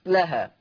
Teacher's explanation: ورش يقرأ بسكون الكاف، فآتت أكلها هكذا.